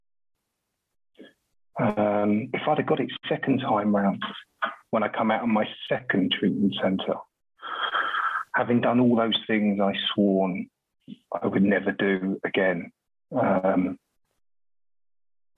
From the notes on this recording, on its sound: at the Magical Mystery Tour zoom meeting held in August of 2022